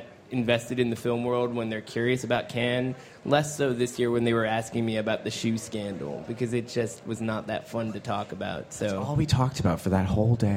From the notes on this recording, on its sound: Live from the 2015 Cannes Film Festival.